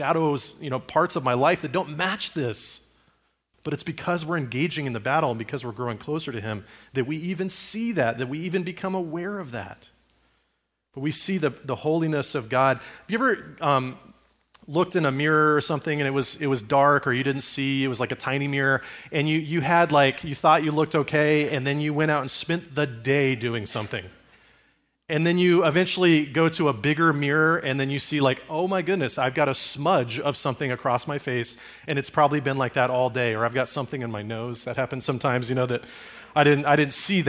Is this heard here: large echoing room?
yes